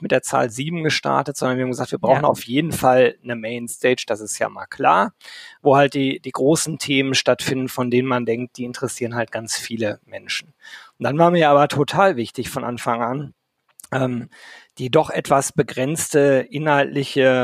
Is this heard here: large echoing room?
no